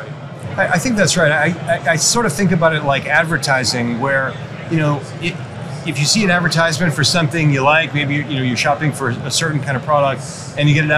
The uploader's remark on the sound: Live from AutoTech: Detroit